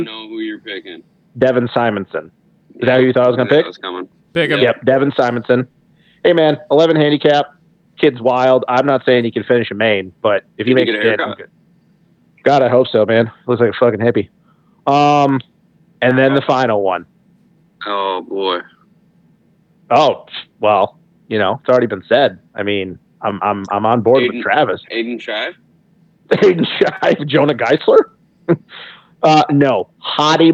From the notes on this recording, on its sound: jump on the phone